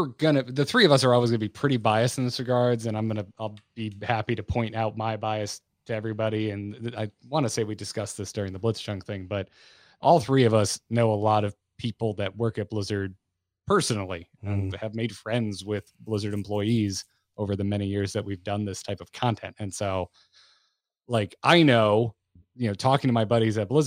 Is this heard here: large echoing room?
no